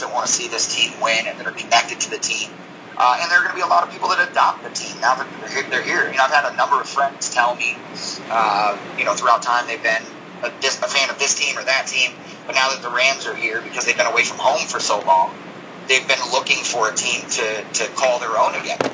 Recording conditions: poor sound quality